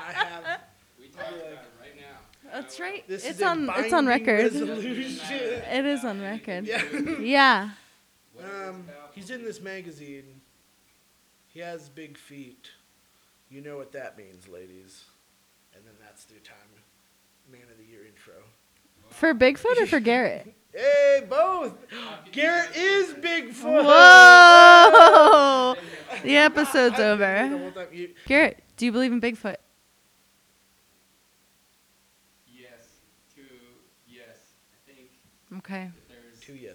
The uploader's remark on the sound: REALLY BAD AUDIO ALERT. We did have some audio issues this week but have resolved them and expect it to be loud and clear for y'all going forward.